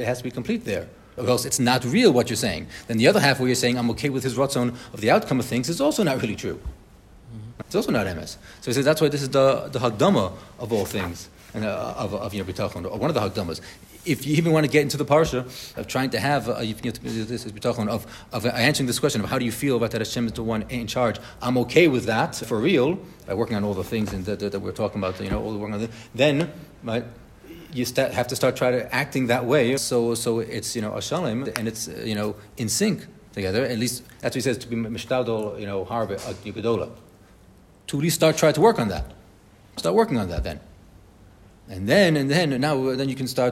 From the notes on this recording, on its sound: Bitachon Chabura in RBS for this live recording.